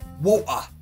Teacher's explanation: The T stops in the throat. · Term: glottal T